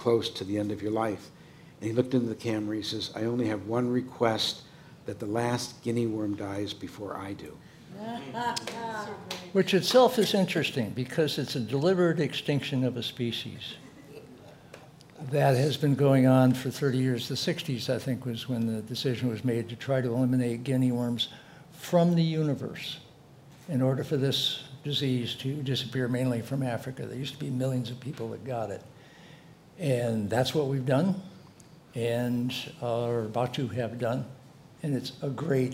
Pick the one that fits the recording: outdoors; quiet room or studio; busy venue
busy venue